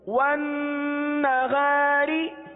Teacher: را کے نیچے زیر ہے اس لیے را کو باریک پڑھیں گے · Term: باریک را